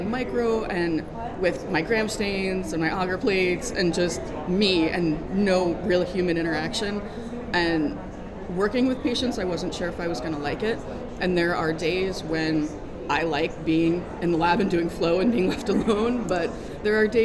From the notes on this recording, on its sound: Stories from medical laboratory professionals that were recorded during the 2023 ASCLS, AGT & SAFMLS Joint Annual Meeting in Providence.